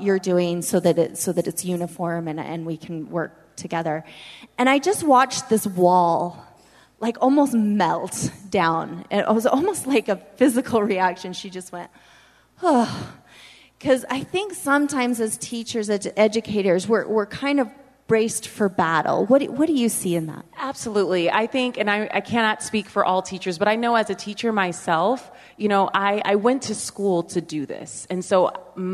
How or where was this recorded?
busy venue